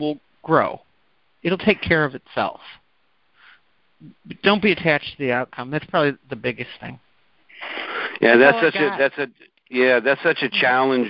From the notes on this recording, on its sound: In this Group Call recording.